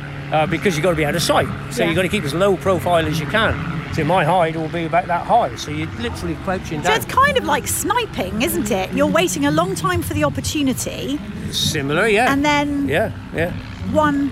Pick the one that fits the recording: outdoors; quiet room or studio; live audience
outdoors